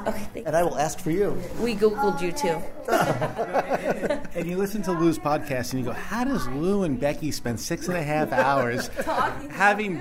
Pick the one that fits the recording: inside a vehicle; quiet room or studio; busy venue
busy venue